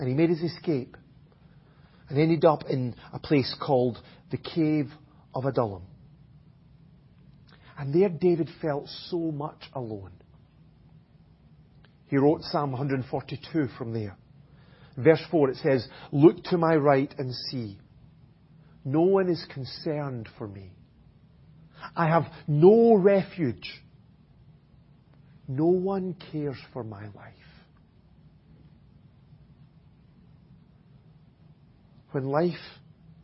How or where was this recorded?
large echoing room